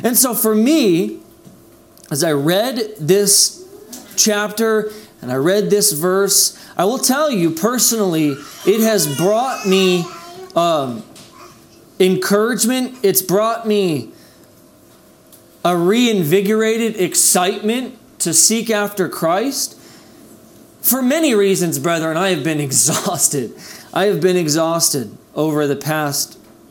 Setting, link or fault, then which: setting, large echoing room